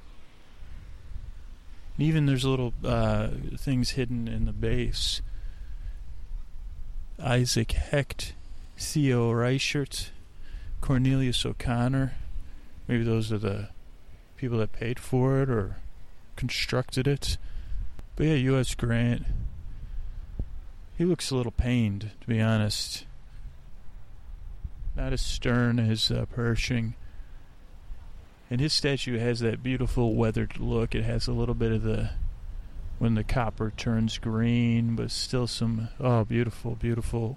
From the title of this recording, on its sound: On Location at Golden Gate Park